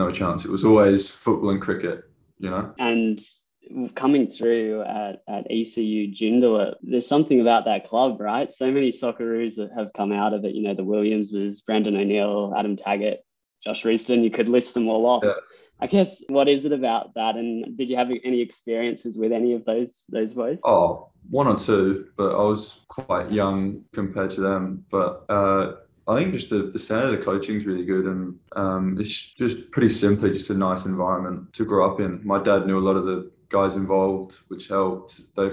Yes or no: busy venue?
no